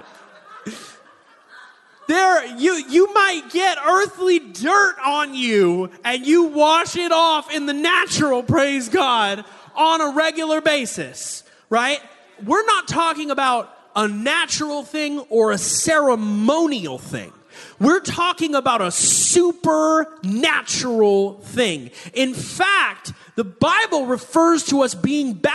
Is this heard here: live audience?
yes